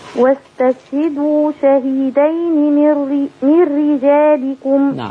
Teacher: نبين ترقيق الراء من رجالكم